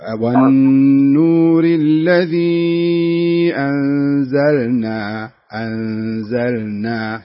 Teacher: شوف اللام بعدين نون، لابد تظهرها